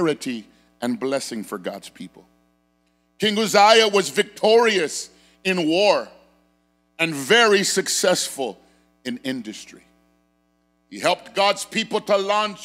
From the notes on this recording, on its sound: Sermon Preached on 1/8/23 at Phoenix First Apostolic Church